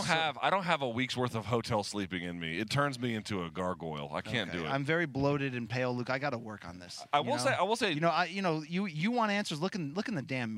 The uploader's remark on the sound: The boys are live again from the Mohegan Sun